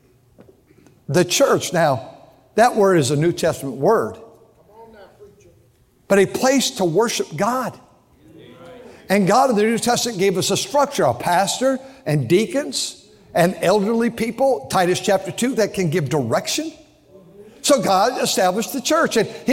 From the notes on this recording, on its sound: during the Sunday Morning service on October 22, 2023, at North Valley Baptist Church in Santa Clara, California.